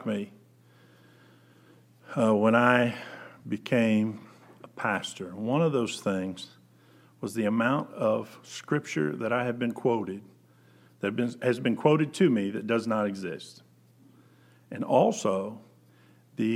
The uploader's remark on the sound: Preached January 26, 2020 at General Baptist Church God's House of Prayer in Fairborn, Ohio